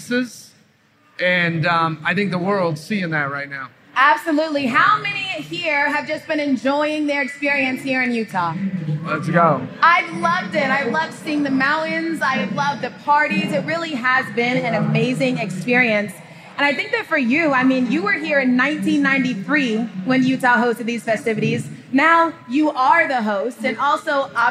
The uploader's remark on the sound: Live at NBA All-Star in Utah